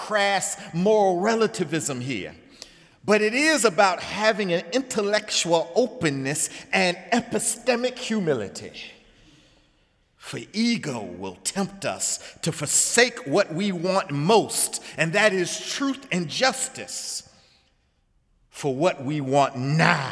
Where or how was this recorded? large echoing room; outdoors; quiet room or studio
large echoing room